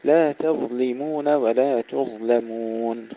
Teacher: ترقيق التاء في الكلمتين مع تفخيم الظاء وسكونها مع الرخاوة